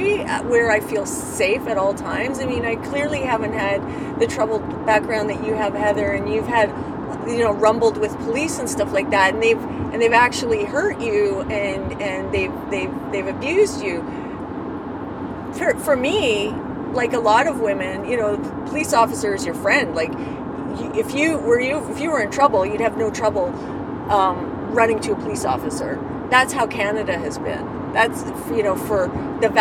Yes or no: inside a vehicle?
yes